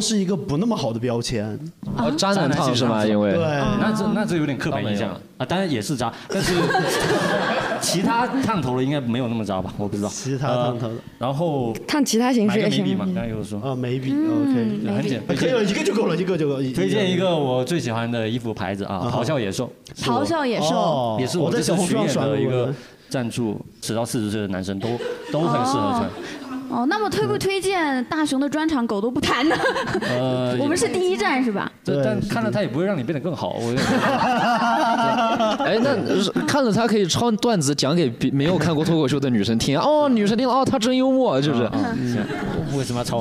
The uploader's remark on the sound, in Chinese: 本期是第一次带现场观众录制，不知哪位主播紧张得搓手手导致断断续续会有点底噪，努力后期调整后是现在的效果。录制现场直接陷入大混乱。